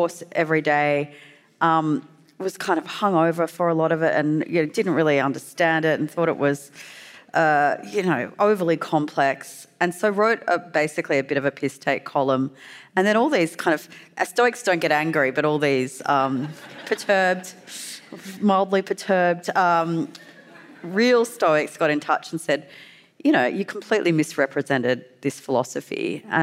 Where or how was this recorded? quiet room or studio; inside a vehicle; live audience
live audience